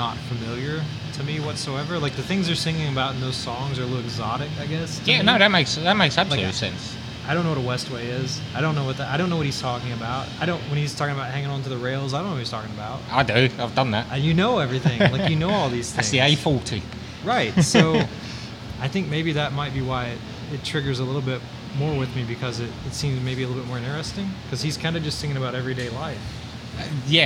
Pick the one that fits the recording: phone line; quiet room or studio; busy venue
busy venue